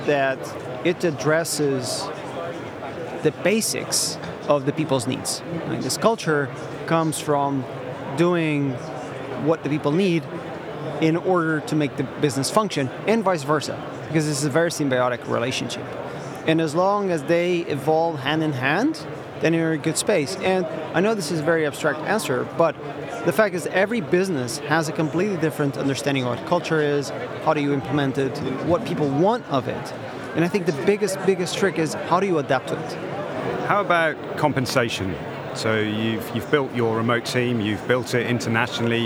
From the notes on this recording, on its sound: Slush, Helsinki. The first of three episodes recorded at Slush in Helsinki, that we produced in partnership with Remote, the global HR platform, where we recorded a series of interviews from Remote's booth with a number of the speakers and attendees.